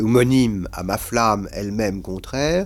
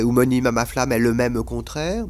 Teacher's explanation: Bon, dans la langue courante, je dirais homonyme à ma flamme elle-même contraire. Donc, elle-même sera dans la langue dite en atténuant le E et même en supprimant le E de elle · Shown in: first take · Si je le fais machine à coudre, j'aurais homonyme à ma flamme elle-même contraire, mais elle-même contraire sonne difficilement parce qu'on sait que dans la langue courante, il est atténué.